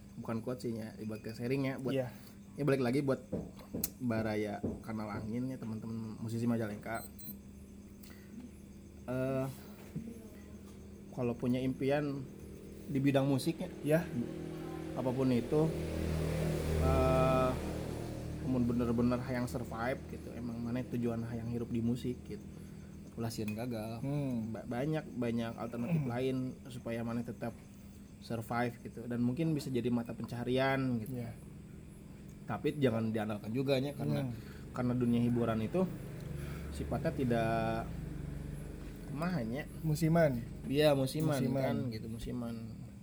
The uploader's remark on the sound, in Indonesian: Dengan backsound suara kendaraan karena memang rekaman dilakukan di Jalur Pantura.